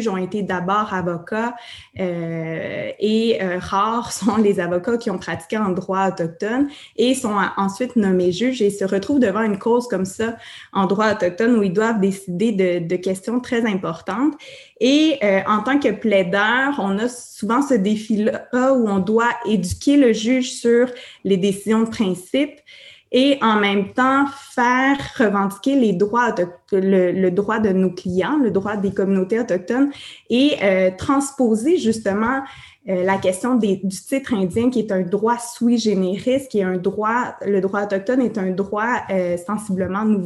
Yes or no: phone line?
no